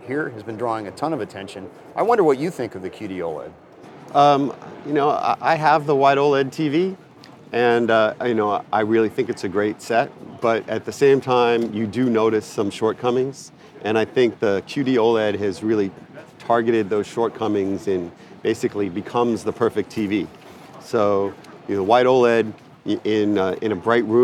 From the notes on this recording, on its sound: The new technologies shown at SID Display Week 2022 right from the show floor.